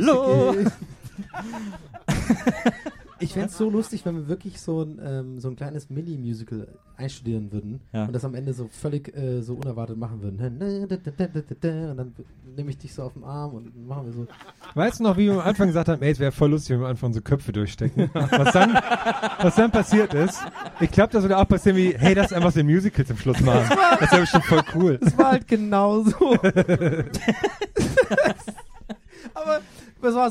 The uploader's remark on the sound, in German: Eine Live-Ausgabe